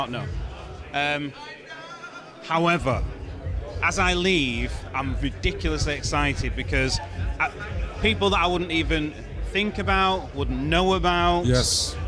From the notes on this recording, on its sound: Event Season Recap from Montreal. Filmed on location in Montreal during Lightspeed Oxygen Summit!